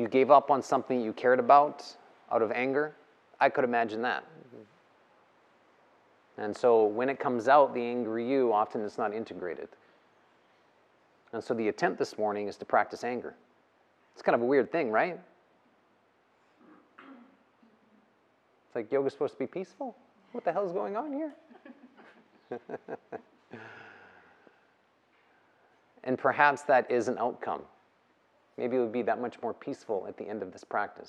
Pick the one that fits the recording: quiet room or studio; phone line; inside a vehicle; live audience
live audience